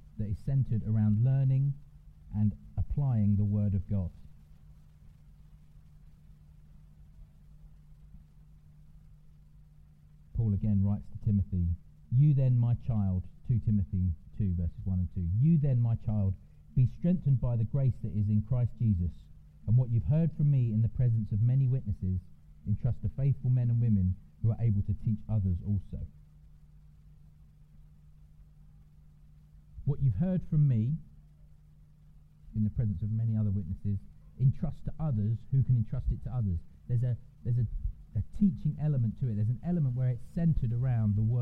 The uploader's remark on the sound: apologies for poor sound quality